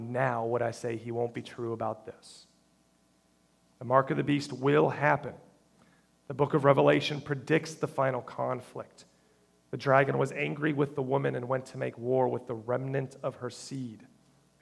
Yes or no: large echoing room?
yes